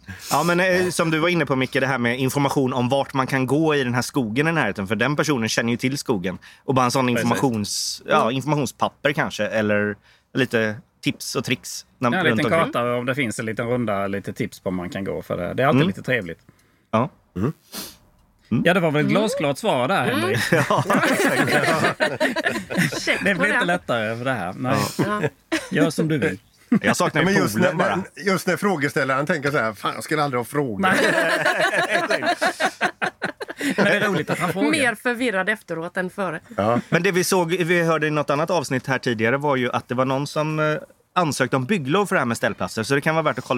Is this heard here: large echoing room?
no